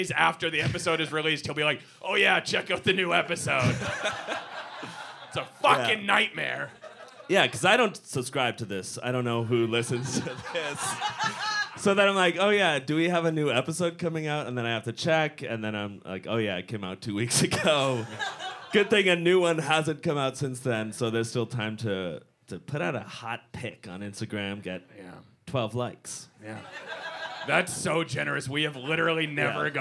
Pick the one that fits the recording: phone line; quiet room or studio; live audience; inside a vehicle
live audience